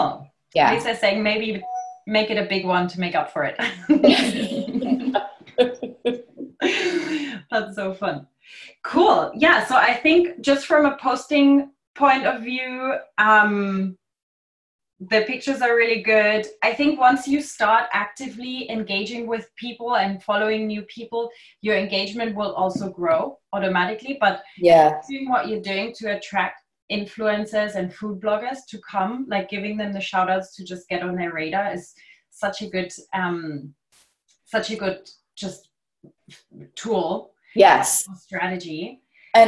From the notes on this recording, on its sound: Live Q&A Call.